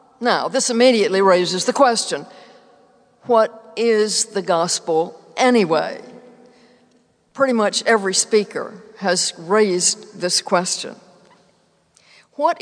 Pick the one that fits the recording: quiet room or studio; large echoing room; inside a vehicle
large echoing room